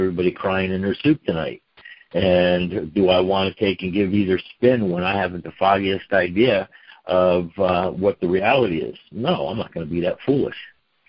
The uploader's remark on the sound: Here is a conference call